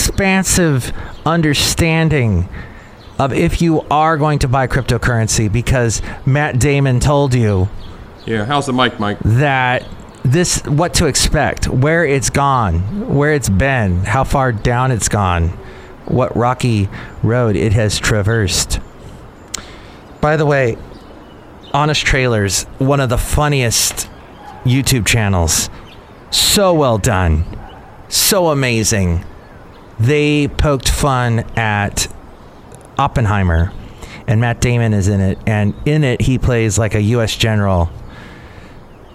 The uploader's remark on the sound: podcasts live from Café Anyway